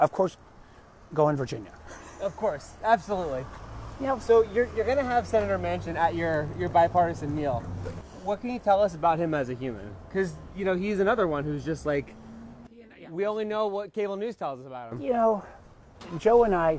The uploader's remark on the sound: Recorded while taking a one-mile walk with interesting and inspiring people.